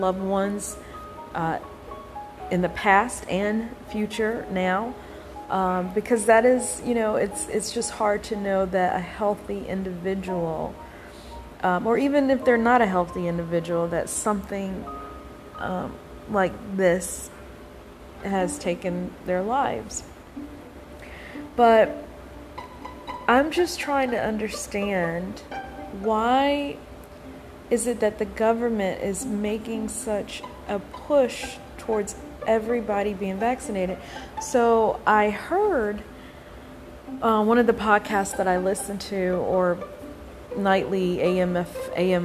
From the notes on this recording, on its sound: My apologies for the static background noise everyone.